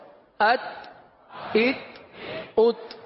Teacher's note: یہ تا باریک ہے، صحیح ہے نا، اس میں کوئی آواز لوٹے گی نہیں، یعنی کلکلا نہیں ہوگا